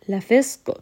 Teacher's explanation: Qaf here is going to be heavy. It also has qalqala